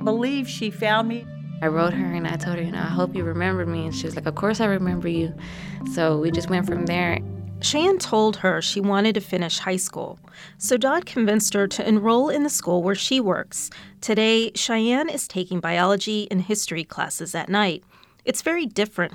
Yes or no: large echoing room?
no